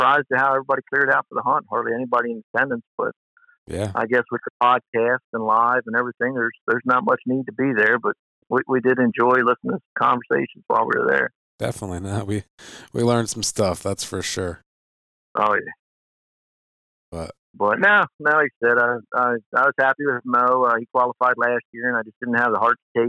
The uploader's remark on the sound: He asked me to accompany him on his recent trip to the UKC World Show. We busted out the recording gear as we rolled down the highway on our way to Mount Gilead, Ohio.